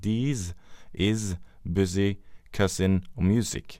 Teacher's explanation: Veldig mange nordmenn sliter med denne lyden, og bruker gjennomgående den ustemte S-en i ord som this, is, busy, cousin og music er alle ord som uttales med en stemt S